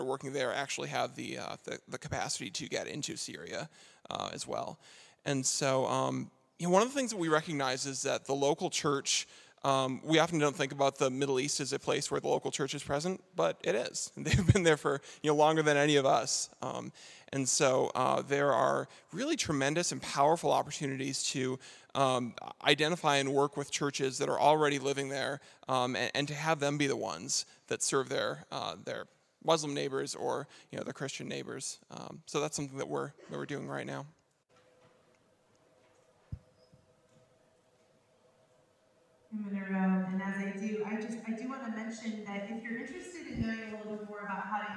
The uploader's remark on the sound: Q & A Recorded 18 February 2016 Brookside Campus